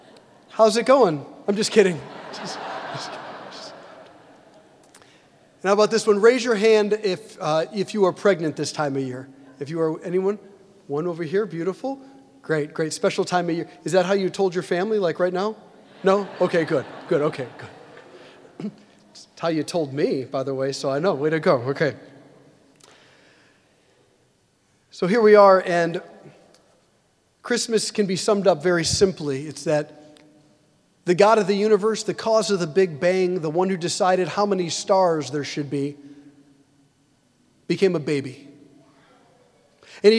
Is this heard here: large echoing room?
yes